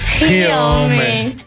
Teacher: Es la versión un poco más moderna del sí hombre de siempre. Es necesario hacer énfasis en el gi. Hacerlo rápido y seco.